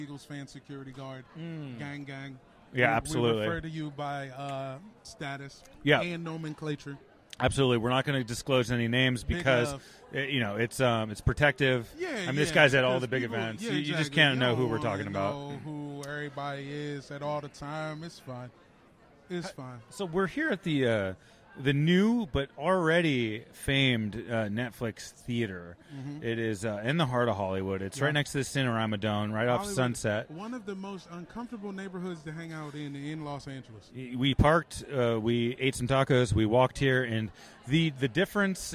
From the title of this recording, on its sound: Live from the Netflix Quarterback Premiere